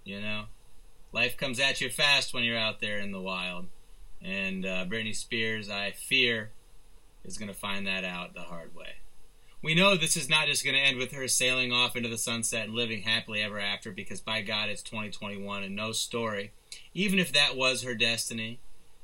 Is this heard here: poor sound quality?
yes